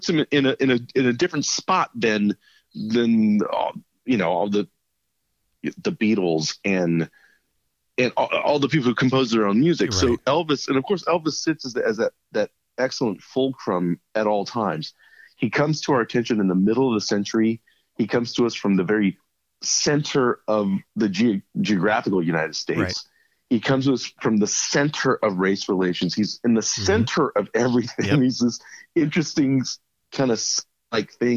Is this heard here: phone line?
yes